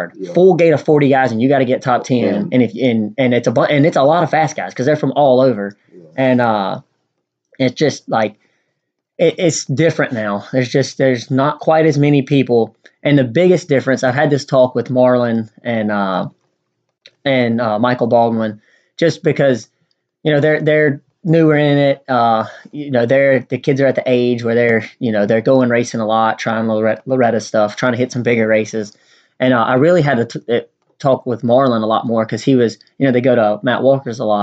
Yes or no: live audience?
no